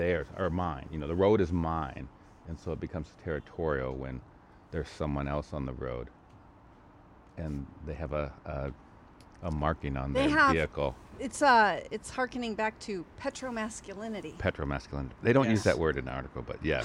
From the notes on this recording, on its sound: gather outside in person on a drizzly night